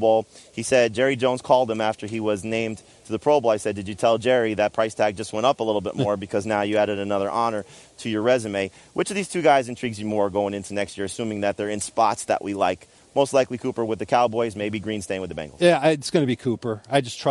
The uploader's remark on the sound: Live from radio row, welcome to Super Bowl week!